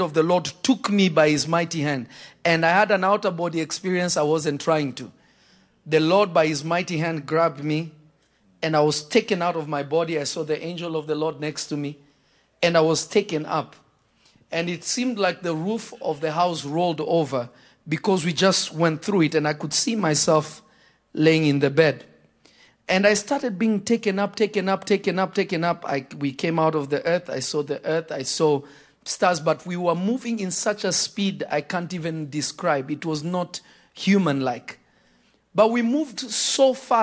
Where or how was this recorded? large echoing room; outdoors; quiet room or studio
large echoing room